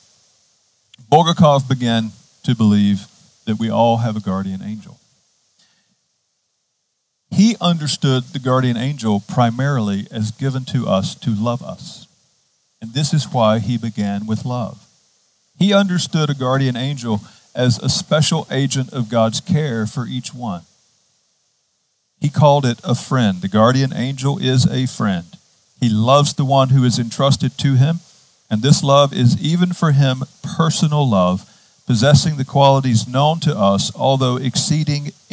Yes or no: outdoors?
yes